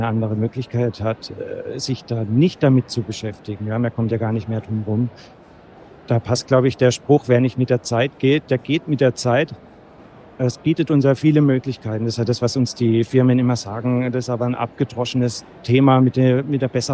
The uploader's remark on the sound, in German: Live auf der IDS 2023 in Köln